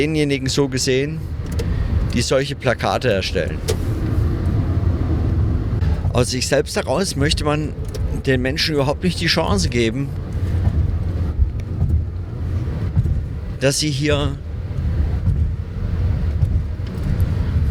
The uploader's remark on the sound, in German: auf der Fahrt von Nürnberg nach Köln - leider mit sehr schlechtem Sound